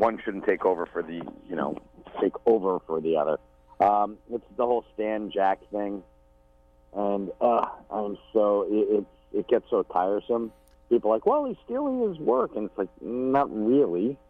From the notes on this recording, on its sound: A telephone call